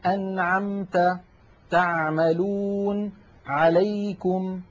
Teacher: هذه العين تخرج من وسط الحلق. وأحب أن أنبه بأن العين الفصيحة أعمق من العين التي نعتاد في أغلب العاميات المعاصرة أن نأتي بها.